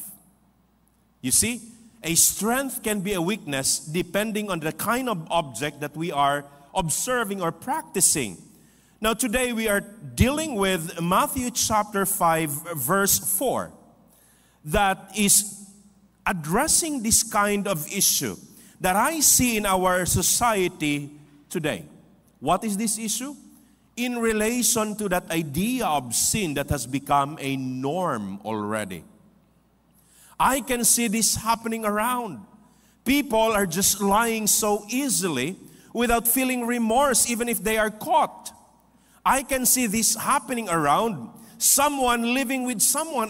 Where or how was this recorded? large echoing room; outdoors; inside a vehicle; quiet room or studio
large echoing room